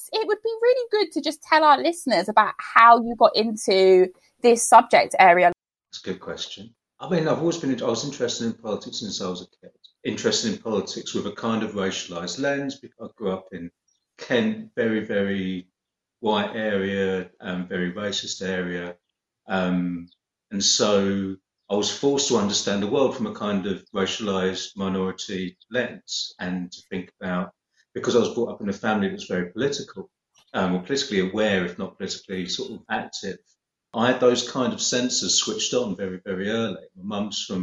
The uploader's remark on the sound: Season 9 is recorded entirely via video call during the COVID-19 Global Pandemic. Pride themselves on ensuring a comfortable and encouraging recording atmosphere but this is clearly difficult to suffice remotely.